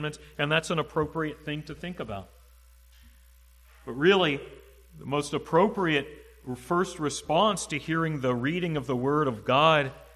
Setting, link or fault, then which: setting, large echoing room